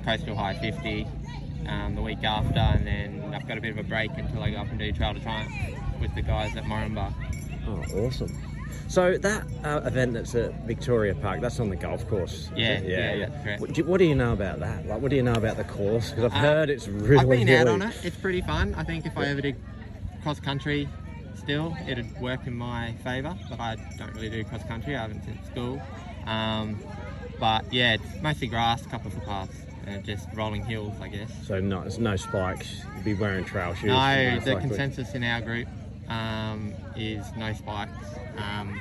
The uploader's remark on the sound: A quick re cap of the Lake Manchester Trail race, there's results and some interviews live at the event.